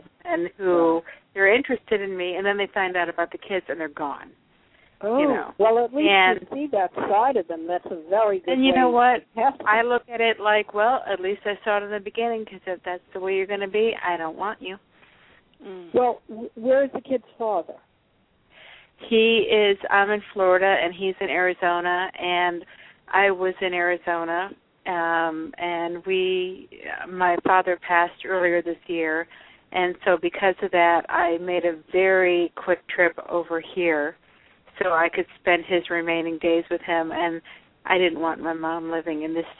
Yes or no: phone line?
yes